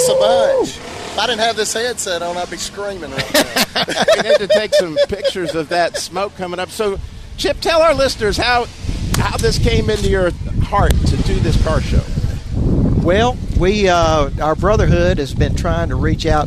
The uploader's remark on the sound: Live From The Sweetwater Car Show In Atlanta Ga.